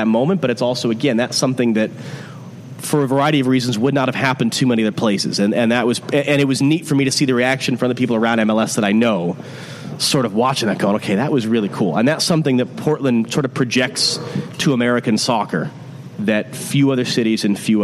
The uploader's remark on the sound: At Civic Taproom in Portland.